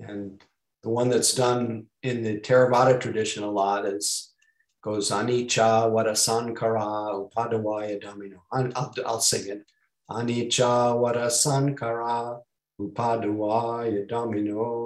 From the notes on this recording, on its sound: (Mission Dharma) Recorded Zoom Session.